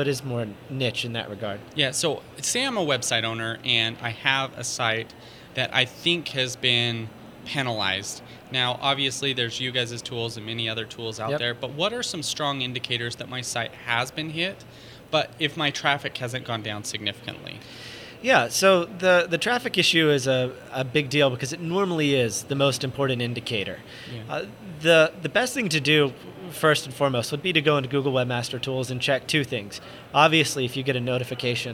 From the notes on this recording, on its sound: In this podcast recorded at Pubcon Las Vegas 2014